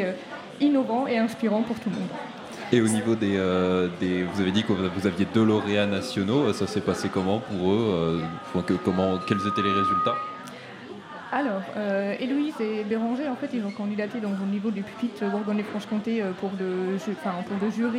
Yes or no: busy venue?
yes